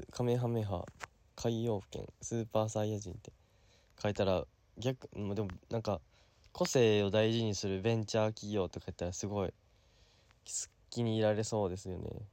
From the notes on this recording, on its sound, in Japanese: 今回も雑音入っております